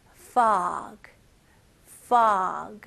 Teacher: 그리고 G 발음을 명확히 잘 해주셔야 되고요. 여기서는 이 O 발음, 이거는 입술이 동그래지면 안 되고요. 이게 턱이 내려가는 느낌으로 fog. fog 이렇게 나와야 됩니다.